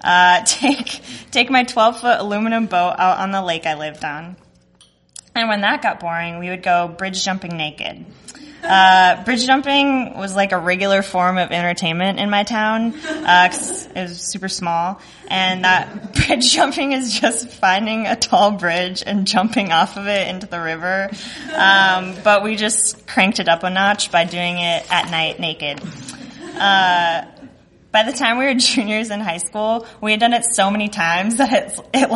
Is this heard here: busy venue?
yes